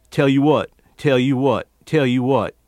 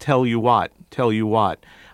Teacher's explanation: There's also very deep-chested vowels that come in there, and disappearing L's after vowels. · Shown in: first take